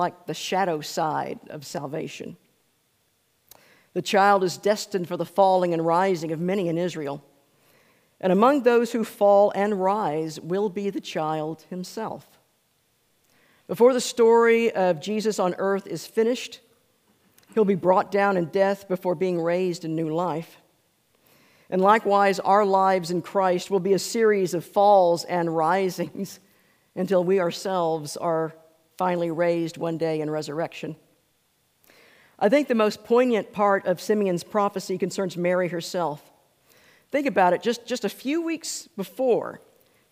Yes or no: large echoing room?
yes